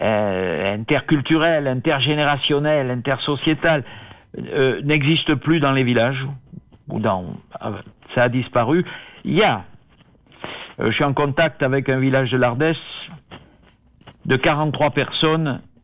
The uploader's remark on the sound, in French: En direct et par téléphone